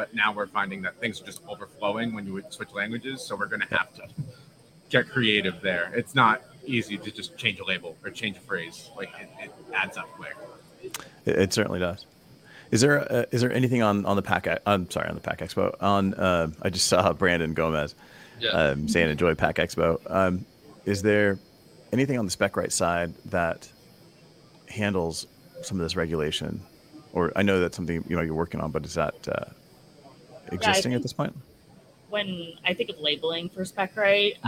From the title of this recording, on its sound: Live from PackExpo